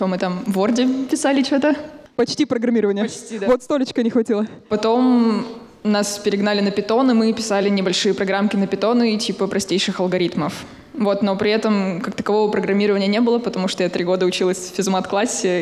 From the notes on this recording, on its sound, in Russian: Мы записали этот сезон в рамках встречи с абитуриентами 24 июля. Из-за пандемии всех-всех позвать мы не могли, но записали разговор для тех, кто не попал.